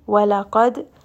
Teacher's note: make sure that waw is going to be light, lam is going to be light